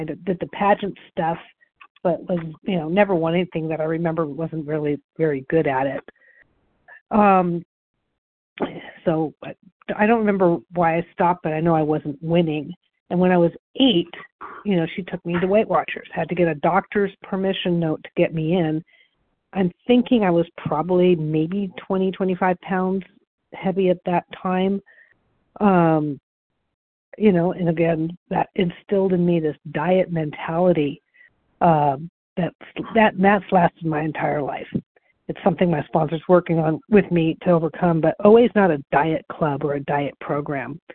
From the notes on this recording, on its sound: the 100 Pounders Phone Meeting